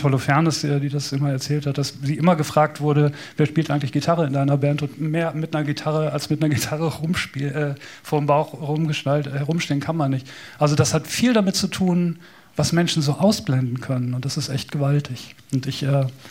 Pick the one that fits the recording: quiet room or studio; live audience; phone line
live audience